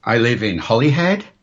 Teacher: The semantic use of the rising tone is it's a comprehension check. So if I say to you, I live in Holyhead, this basically says to you, do you know where Holyhead is?